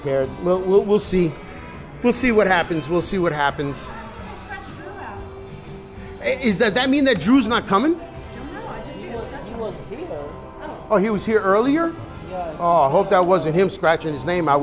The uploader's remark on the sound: Doing Stand Up at O'BRIEN'S 10/12/22.